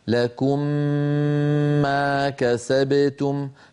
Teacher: نطبق الشفتين على الميمين إطباقة واحدة